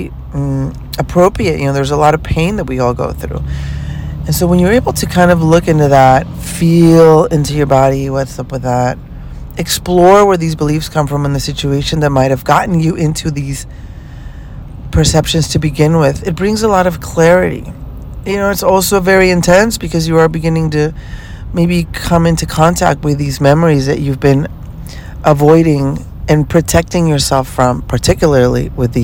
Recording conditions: inside a vehicle